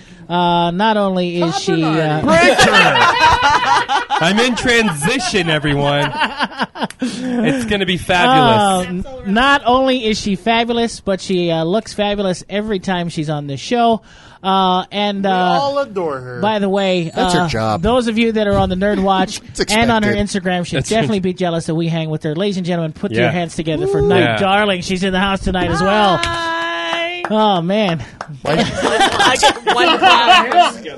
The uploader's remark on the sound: recorded live at Maui Comics & Collectibles